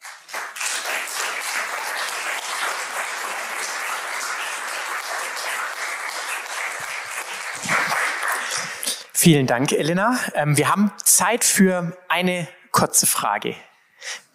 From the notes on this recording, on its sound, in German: Vortrag der Begründet-glauben-Konferenz 2023